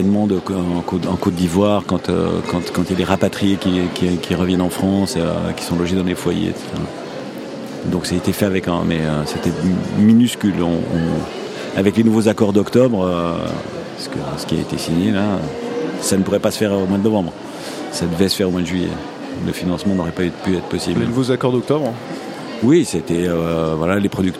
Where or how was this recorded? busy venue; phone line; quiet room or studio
busy venue